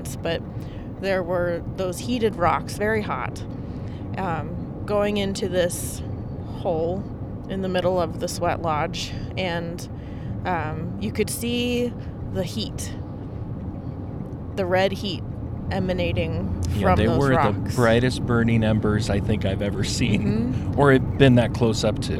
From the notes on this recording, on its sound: We’re featuring a car ride conversation between two participants in Leadership Montana’s Indigenous Immersion Initiative.